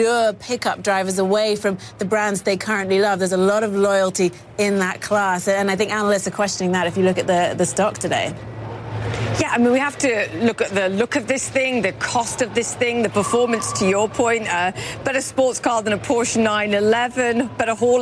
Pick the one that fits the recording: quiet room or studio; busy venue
busy venue